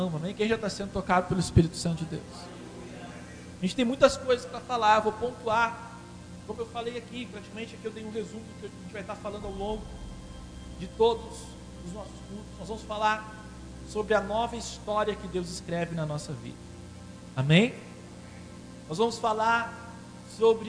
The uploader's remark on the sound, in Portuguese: Esta mensagem foi gravada na Quadrangular Liberdade no dia 26 de abril durante o culto de Celebração.